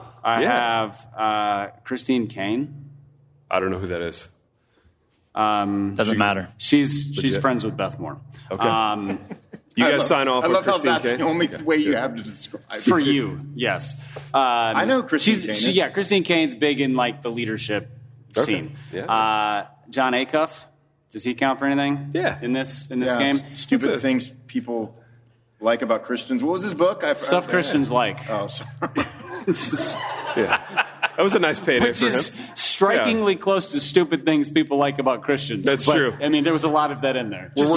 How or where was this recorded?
live audience